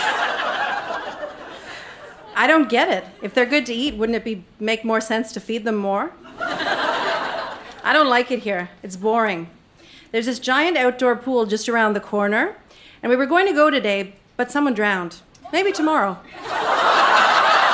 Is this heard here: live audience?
yes